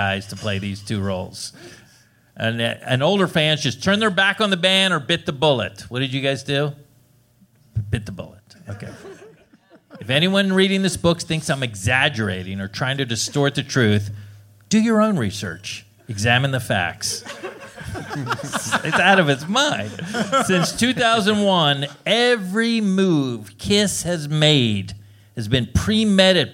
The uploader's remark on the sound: This show was recorded in front of a LIVE audience on January 20, 2017 at Doc's Lab in San Francisco, CA as part of SF Sketchfest.